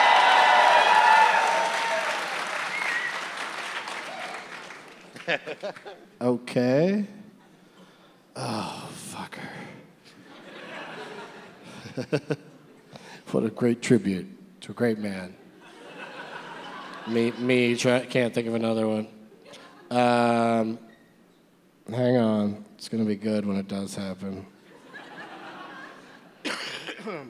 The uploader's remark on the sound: Live from the Neptune Theatre in Seattle